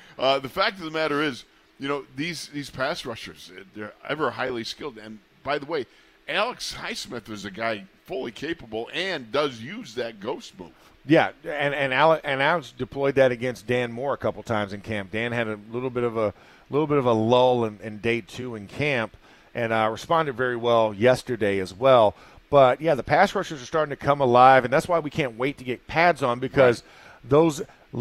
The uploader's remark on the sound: In the Locker Room Live from Steelers Camp